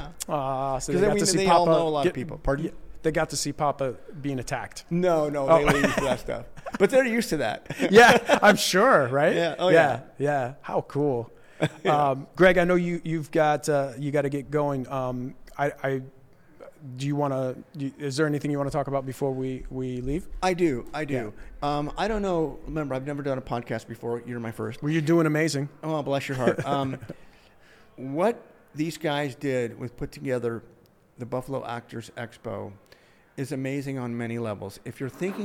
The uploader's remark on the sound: LIVE FROM THE CASTING BUFFALO ACTOR EXPO 2023